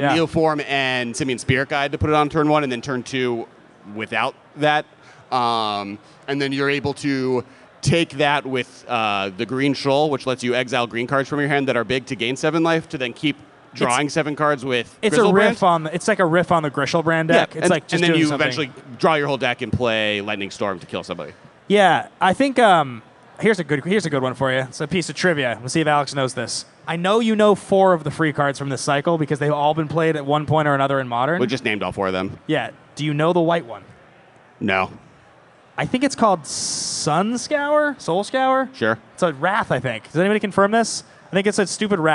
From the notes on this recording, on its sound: LIVE from MF: Seattle! Hosted a live episode at Magicfest in Seattle. A big thanks to Channel Fireball for inviting us to host this show!